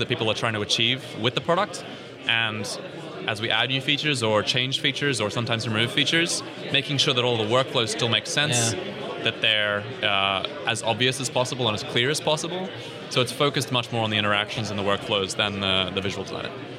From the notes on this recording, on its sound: recorded at OSCON London 2016